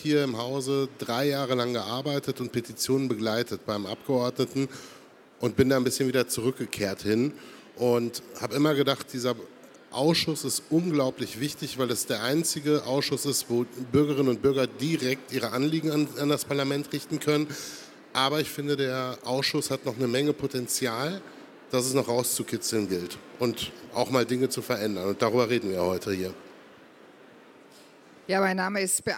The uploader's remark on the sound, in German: Podiumsdiskussion des Petitionsausschusses